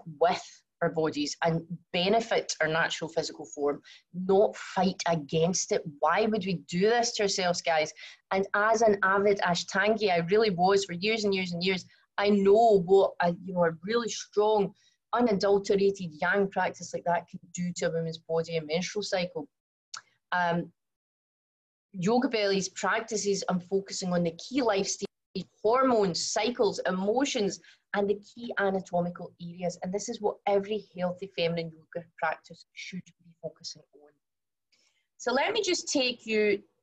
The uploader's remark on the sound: from the live webinar